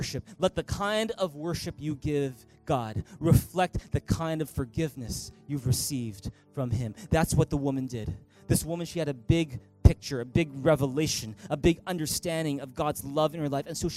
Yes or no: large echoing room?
yes